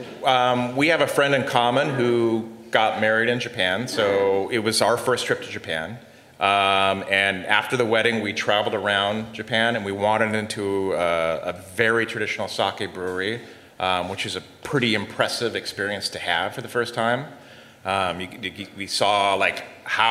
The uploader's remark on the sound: The Grape Nation and Heritage Radio Live at Industry City with Brooklyn Kura Sake and Moore Bros. Wine Shop.